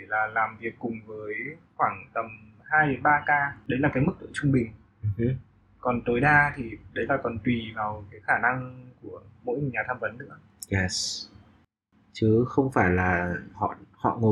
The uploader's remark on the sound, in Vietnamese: Do lý do của thiết bị ghi âm vào thời điểm ghi âm của tập, nên chất lượng âm thanh của tập này không được ổn cho lắm